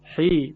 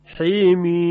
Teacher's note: حرف مقطعی حا، یک الف درش از حا میم، این هم اماله میشه در روایت شعبه